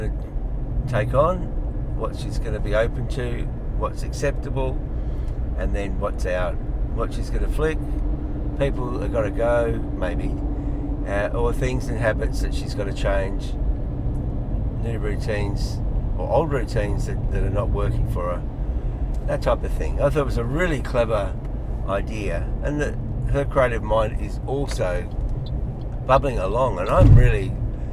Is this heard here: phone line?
no